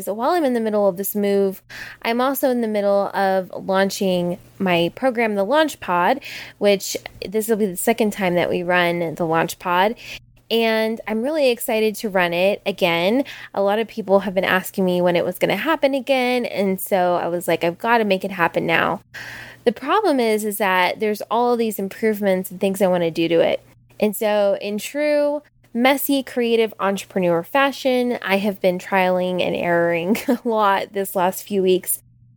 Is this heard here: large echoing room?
no